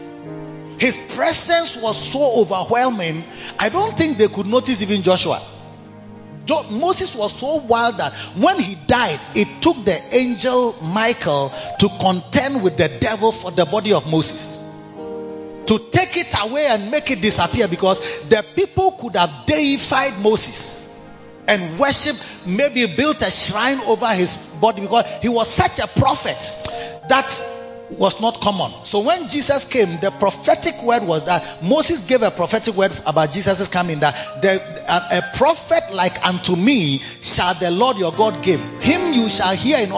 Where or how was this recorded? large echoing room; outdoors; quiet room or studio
large echoing room